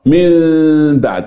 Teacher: بتقلب النون الى ميم ثم تخفى الميم في الباء مكتوبه في المصحف من بعد انما هتقرا من بعد اهي تلفظ · Term: الاقلاب